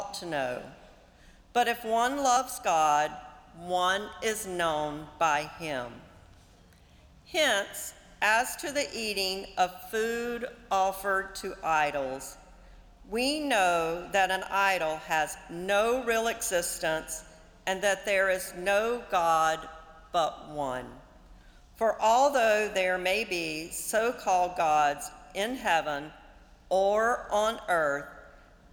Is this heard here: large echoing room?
yes